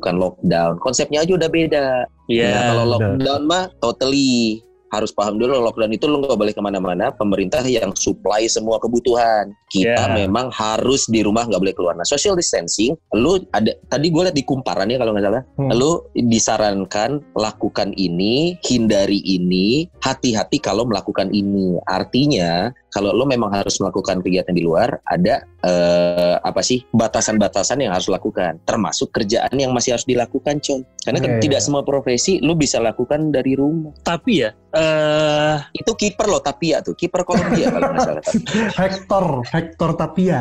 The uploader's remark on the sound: Jadi mohon maaf kalo audio di episode ini kurang oke. This episode recorded via Zoom.